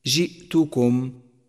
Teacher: احذر من قلقلة الهمزة الساكنة في كلمة جئتكم. جئتكم، احذر من قلقلتها فإنه خطأ شائع، أي هكذا جئتكم.